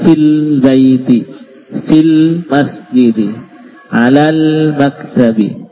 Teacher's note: Tapi kalau ada kata-kata yang mendahului, ya, maka alif itu dilompati. Ya, langsung ke lamnya.